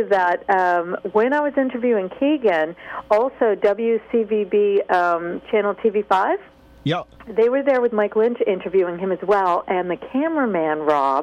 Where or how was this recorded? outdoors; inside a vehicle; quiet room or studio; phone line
phone line